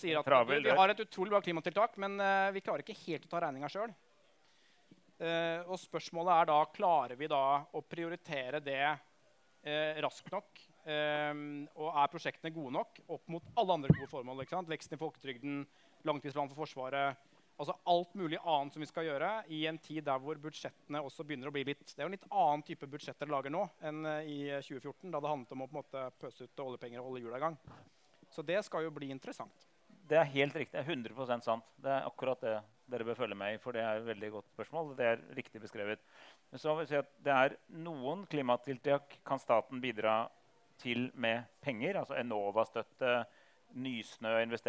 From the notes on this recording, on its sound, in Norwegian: Dette er andre episode i Tullete Alvor X YATA sin egen live-podcastserie!